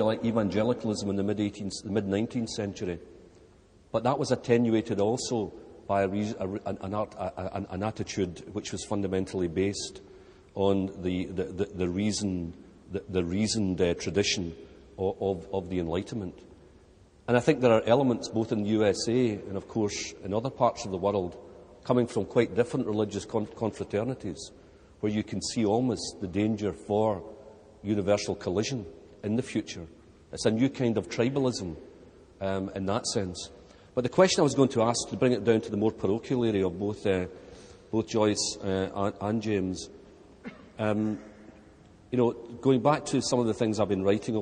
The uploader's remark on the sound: Recorded on 7 October 2006 at the University of Edinburgh's McEwan Hall.